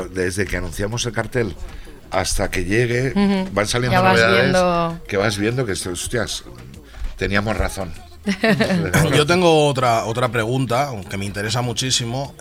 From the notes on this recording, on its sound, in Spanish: en riguroso directo desde Abaixadors 10